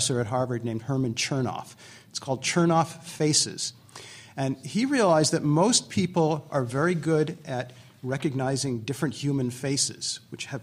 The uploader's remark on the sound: Live at the AAAS 2014 meeting in Chicago. To answer questions live from the audience.